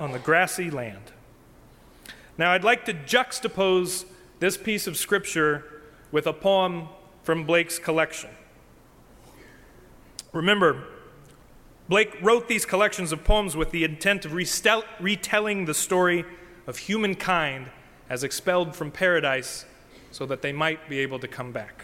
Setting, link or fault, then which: setting, large echoing room